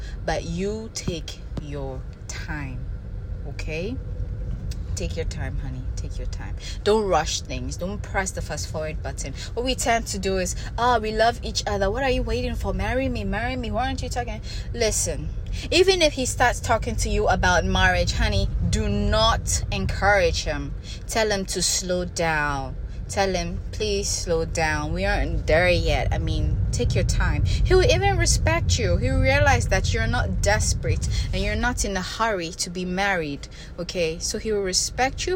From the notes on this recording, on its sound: I recorded while driving, sorry for the background noise.